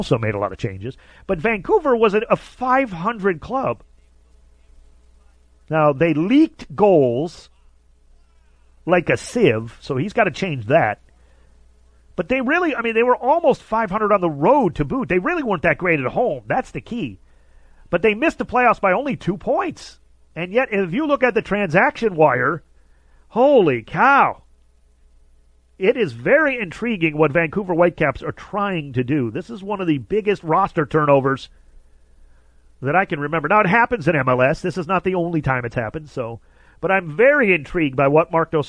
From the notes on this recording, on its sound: calls